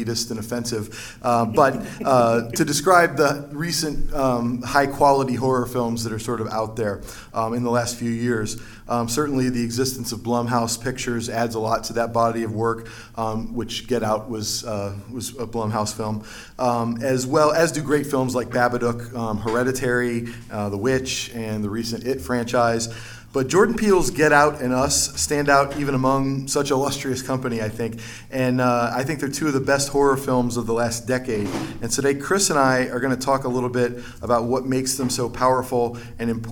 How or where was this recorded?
live audience